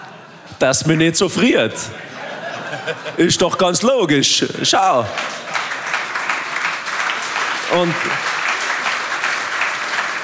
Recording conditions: live audience